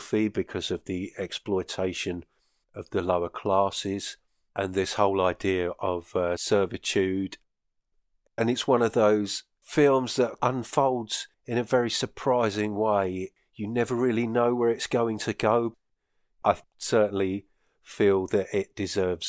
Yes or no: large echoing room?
no